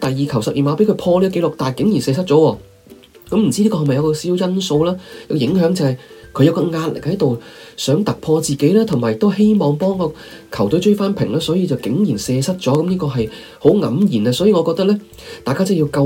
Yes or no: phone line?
no